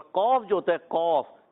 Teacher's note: قوف جو ہے زبان کی جڑ اور تالو کے نرم حصے سے ادا ہوتا ہے